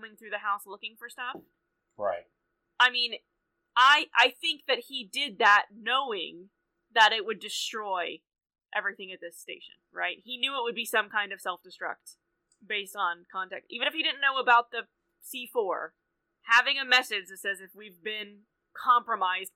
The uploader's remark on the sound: This week we had some audio issues.